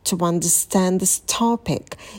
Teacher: To understand мы соединяем с помощью звука w.